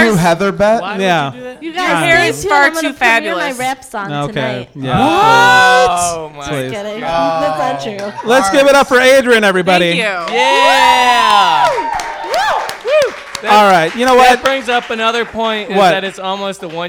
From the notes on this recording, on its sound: Our annual live episode where we bring back guests from past seasons. Coming to you from the Ghost Light Hamtramck.